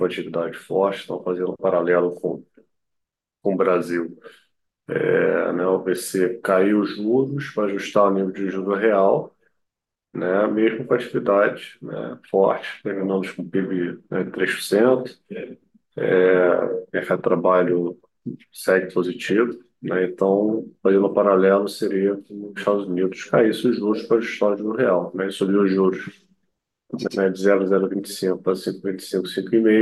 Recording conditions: video call